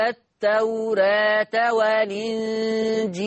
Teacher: هنشيل الهمزة وناخد الحركة نحطها على اللام، ننقل حركة الهمزة للام، عشان كده سميها نقل، فتبقى لام مكسورة. · Term: النقل